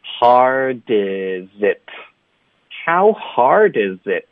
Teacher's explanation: how hard,大家也要注意，你看张嘴了哈哈哈笑的哈，再发二 hard hard, OK, almost like 哈尔滨，很多的学生有时候会省这个啊的音，就直接 hard hard hard hard,就是不张嘴，要张嘴 hard 跟 is it 要连读